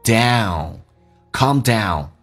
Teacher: down 怎么发，美式发音先发 a 再发 u， L 加个鼻音， down calm down 冷静下来。